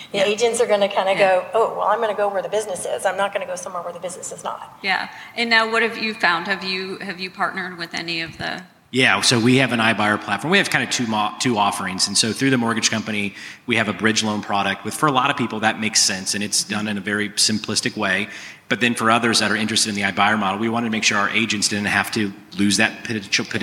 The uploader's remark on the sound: These leaders were featured on a panel at HousingWire Annual in Frisco, Texas.